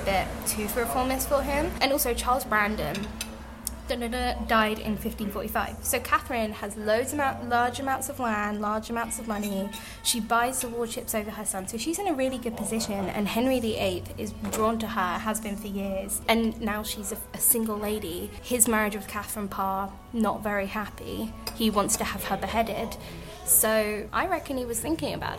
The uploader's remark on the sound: recorded in a cafe this week so prepare for some background ambience